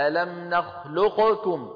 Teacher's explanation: الثاني من المجمع عليه من المتقاربين إدغام القاف في الكاف، ما في حدا بيظهر القاف أبدا ولا بالقراءات كلها، ما حدا بيقول ألم نخلقكم ولا حدا بيفعل ذلك.